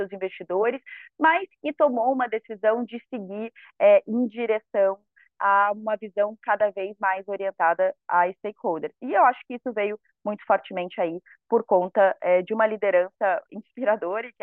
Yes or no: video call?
yes